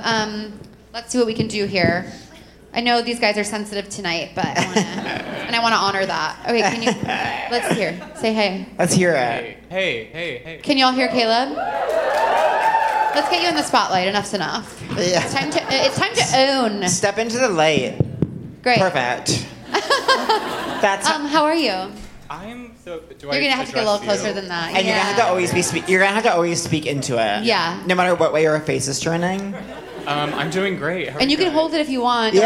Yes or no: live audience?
yes